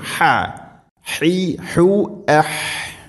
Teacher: ഹ തൊണ്ടയുടെ മധ്യഭാഗമാണ് മഖ്റജ്